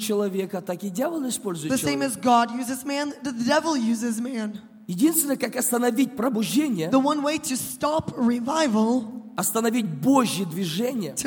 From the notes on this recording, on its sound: This program was recorded during Kingdom Domain 2018: Kingdom of God Coming in Power.